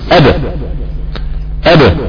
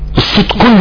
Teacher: الصوت كله بيخرج من الفم قبل انغلاق الشفتين